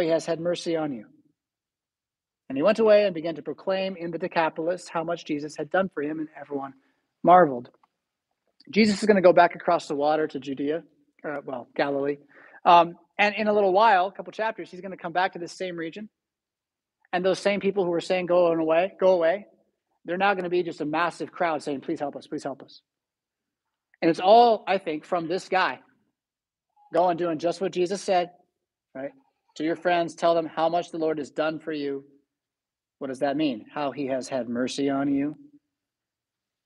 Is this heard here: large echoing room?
yes